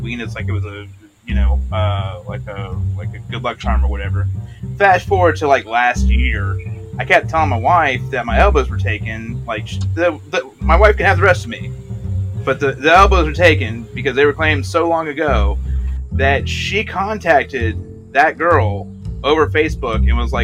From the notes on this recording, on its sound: Back Porch Lounge Show. Please forgive the camera and sound issues, we are working them out.